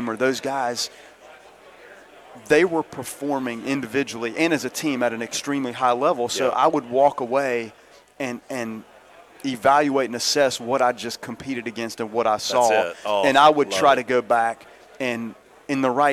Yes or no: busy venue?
yes